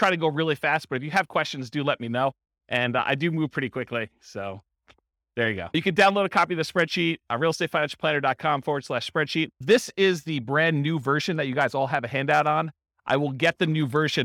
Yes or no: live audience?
yes